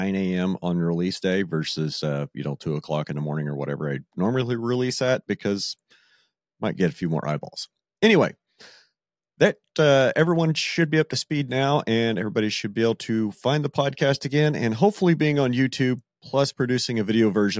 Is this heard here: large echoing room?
no